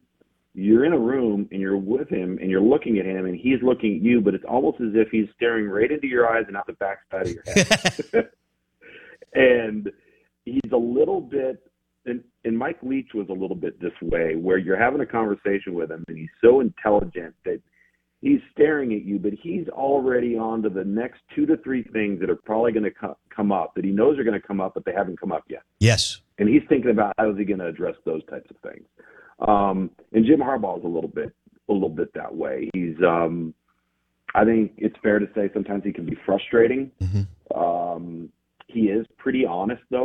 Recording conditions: phone line